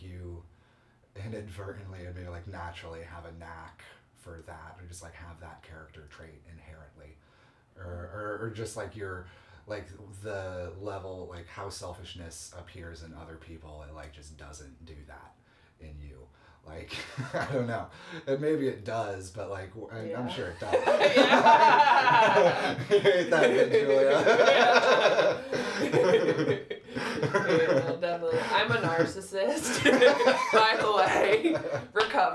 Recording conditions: sounds in the background